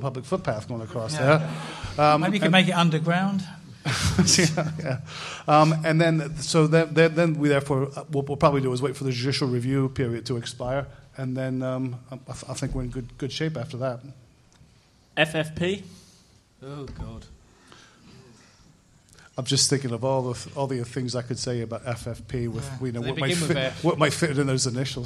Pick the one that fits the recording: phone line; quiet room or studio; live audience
live audience